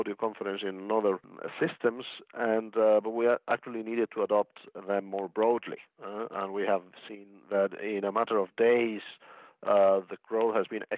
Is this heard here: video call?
no